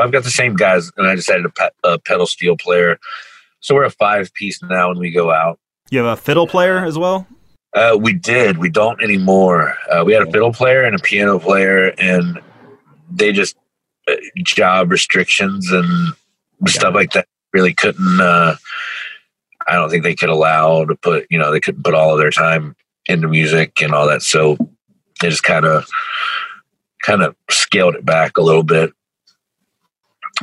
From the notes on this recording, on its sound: Over video call. Outside a tattoo shop near Cincinnati called Designs by Dana, where his drummer was getting some work done.